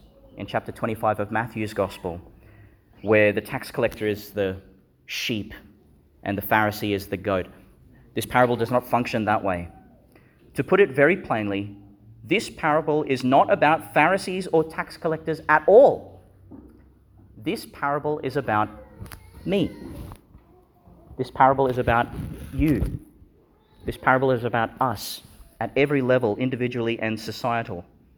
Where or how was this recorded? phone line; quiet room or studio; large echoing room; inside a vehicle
large echoing room